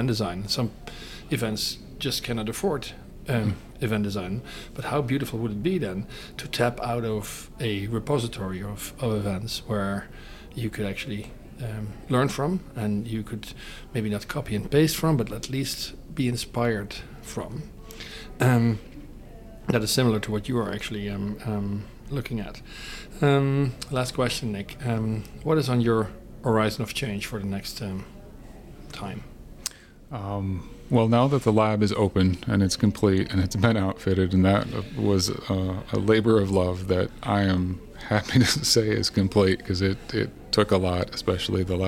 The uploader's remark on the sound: onsite at the Event Design Certificate Program Level 3 Cohort 46